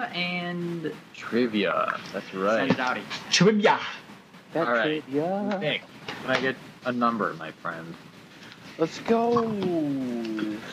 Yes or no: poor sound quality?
yes